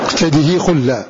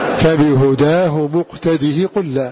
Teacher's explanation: فتكون قراءة هشام بتحريك الهاء بالكسر من غير إشباع